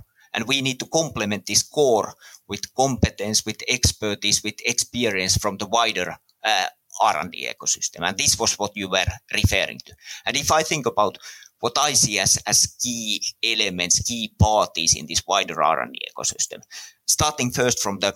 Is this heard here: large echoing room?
no